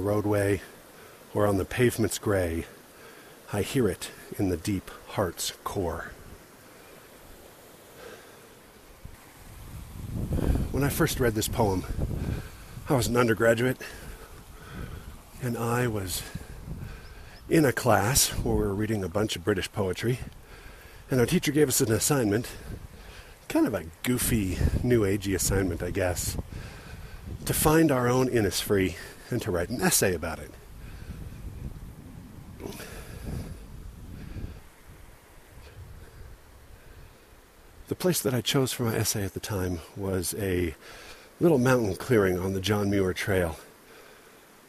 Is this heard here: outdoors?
yes